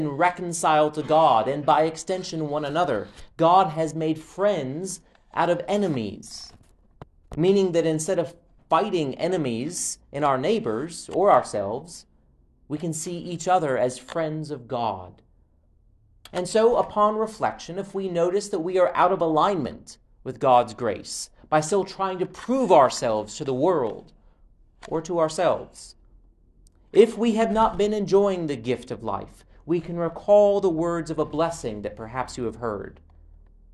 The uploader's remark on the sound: Preached at All Saints Episcopal Mission in Linville, North Carolina.